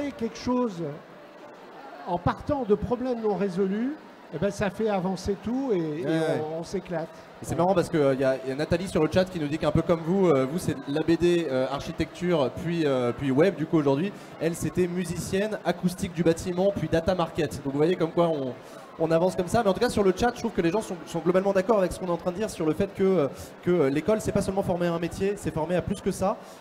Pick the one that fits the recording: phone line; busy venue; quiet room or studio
busy venue